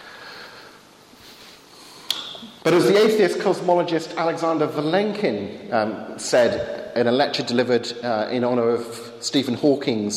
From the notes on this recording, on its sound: Lecture with Q&A delivered at St. Leonard's Church in Eynsham.